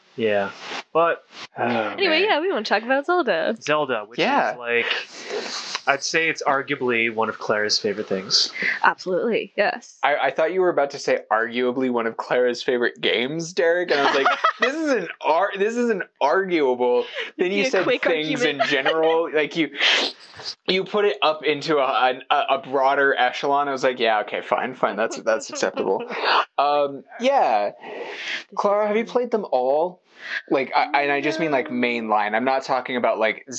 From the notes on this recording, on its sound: apologies for the sound quality, we've had so many equipment issues this year